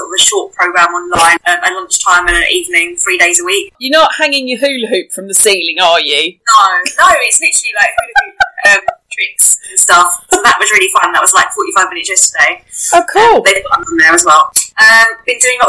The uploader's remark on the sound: Please excuse the sound quality. We are in quarantine to prevent the spread of COVID-19 and had to record over Zoom without our microphones.